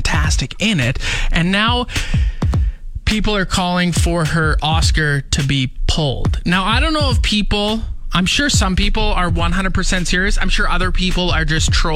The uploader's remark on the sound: chat on the phone